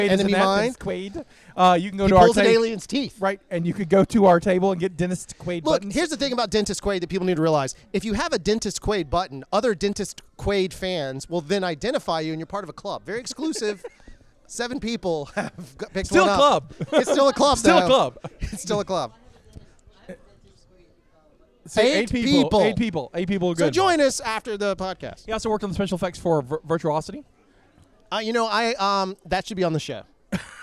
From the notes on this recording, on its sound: Live from Halloween Horror Gras!